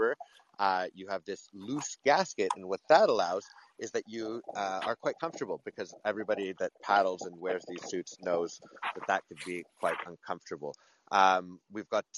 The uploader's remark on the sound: Kayaking on a frozen lake. Live from the backcountry.